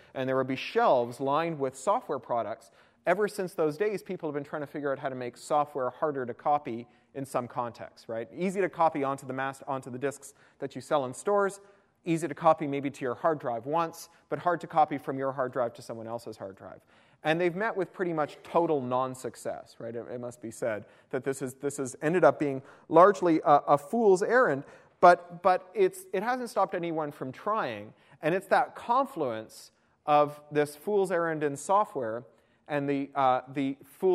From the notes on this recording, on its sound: attended my University of Toronto iSchool talk